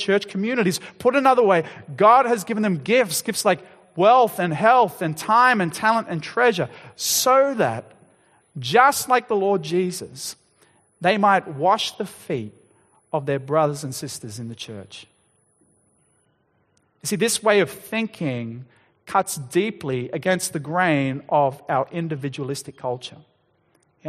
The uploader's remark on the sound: Sermon Recording